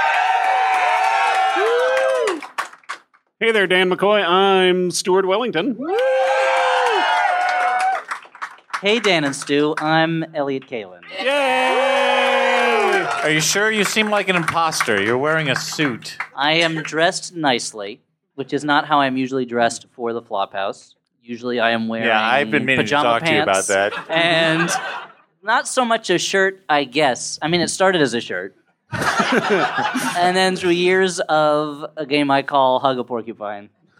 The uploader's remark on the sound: Live from Cake Shop as part of NYC Podfest.